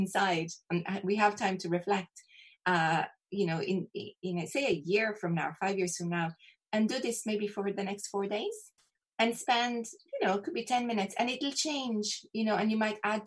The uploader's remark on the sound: we recently recorded this one over zoom